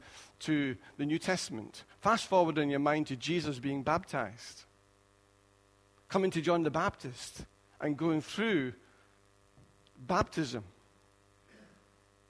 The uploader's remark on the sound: Recorded at freedomcentre church, Preston on Sunday 4th December 2016